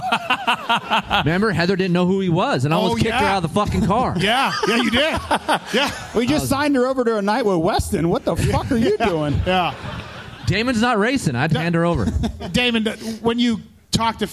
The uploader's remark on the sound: Pulpmx Show LIVE from The Space, Las Vegas. The live show we did from The Space in Vegas.